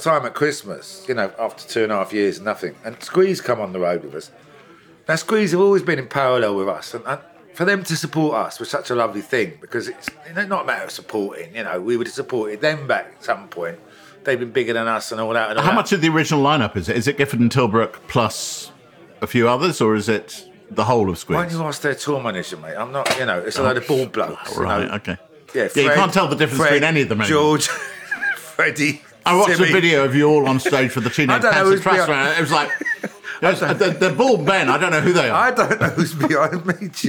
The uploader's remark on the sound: share a meal courtesy of the wine workshop and kitchen 28-50 in Kensington, London